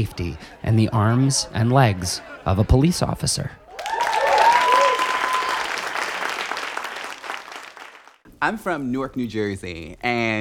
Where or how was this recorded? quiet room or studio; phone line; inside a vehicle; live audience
live audience